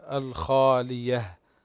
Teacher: لما تقف على التاء المربوطة تقف على هاء